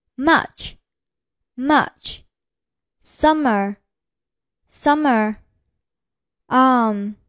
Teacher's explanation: 双唇闭拢，舌放平，振动有声，使气流从鼻腔出来 · Term: 鼻音